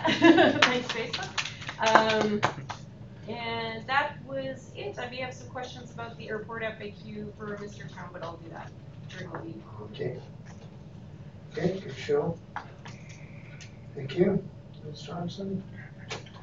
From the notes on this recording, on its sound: Regular Meeting of Council. Audio recording of the June 10, 2019 Regular Meeting of Peace River's Town Council.